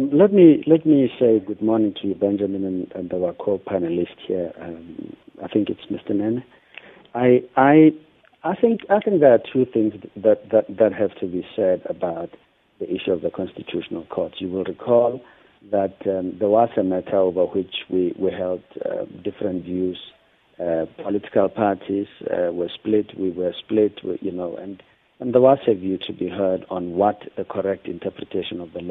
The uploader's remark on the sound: we are joined on the line